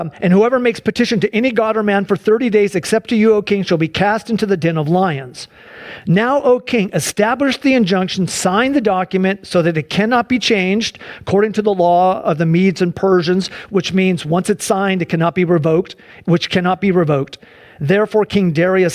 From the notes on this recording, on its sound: Sunday church service livestream